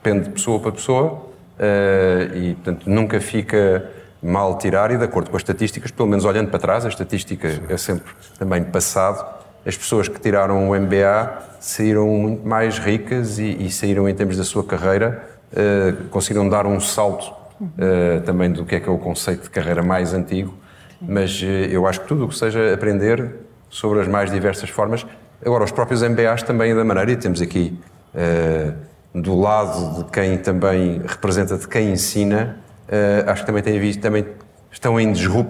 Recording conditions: live audience